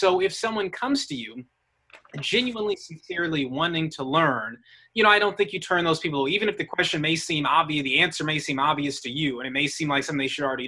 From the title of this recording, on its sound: Virtual Live Show